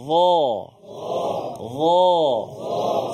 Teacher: Suara kita tebal. Suara kita daripada pangkal lidah itu terangkat ke langit. Za. Dia bukan za.